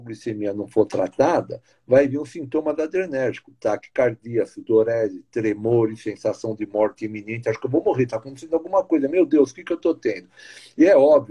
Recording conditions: video call